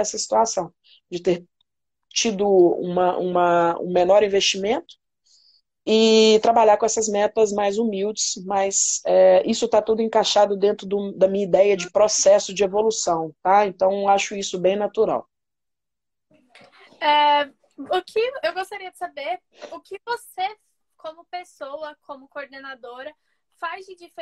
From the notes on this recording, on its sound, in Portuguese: Rolou uma live no meu instagram